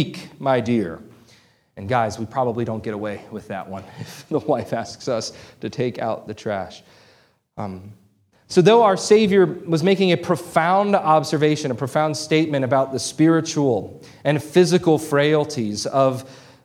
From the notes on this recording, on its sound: This sermon was preached on June 25, 2023 at Antioch Presbyterian Church, a mission work of Calvary Presbytery of the Presbyterian Church in America located in Woodruff, South Carolina.